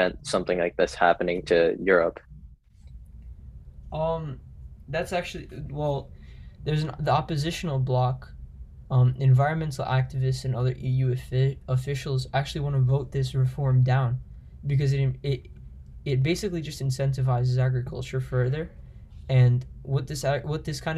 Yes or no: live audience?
no